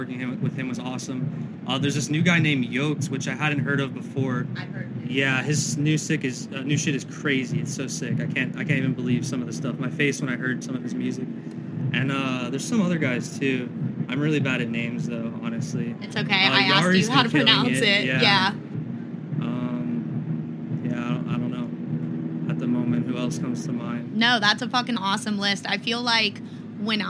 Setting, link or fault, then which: setting, busy venue